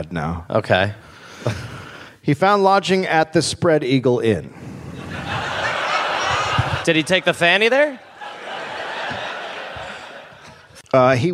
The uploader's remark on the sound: Live in Brisbane